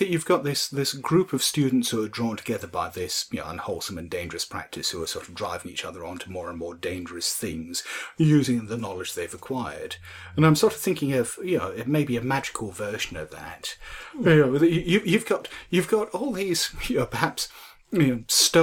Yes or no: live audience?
no